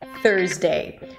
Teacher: start with the tongue out for the TH and then pull it in for an R. Thur directly. · Term: soft TH · IPA: ˈθɜːrzdeɪ